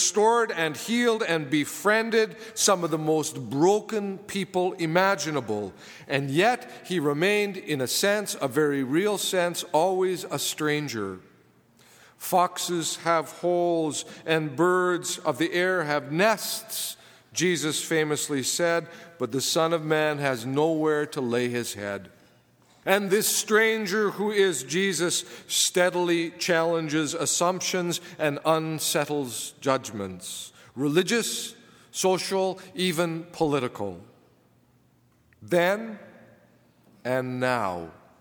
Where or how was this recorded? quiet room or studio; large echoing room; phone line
large echoing room